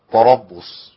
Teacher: التاء هي تاء، ما ينفعش تبقى طاء